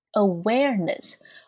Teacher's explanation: 在美式发音当中的卷舌音呢是出现在 w 后面小口的 a 后面哈。Awareness.而并不是出现在尾音的 N-E-S-S 上面，千万不要读成了 awareness，是 awareness.